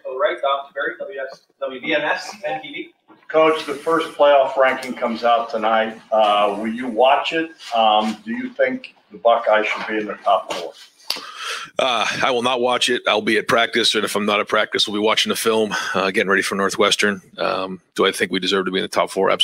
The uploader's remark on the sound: press conference